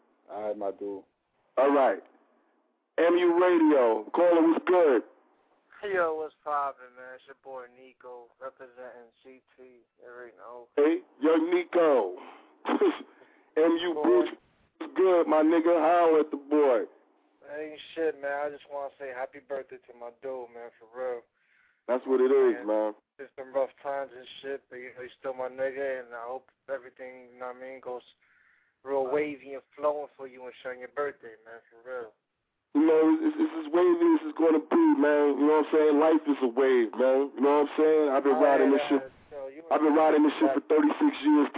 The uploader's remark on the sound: 2 Hr call in from 8 to 10 pm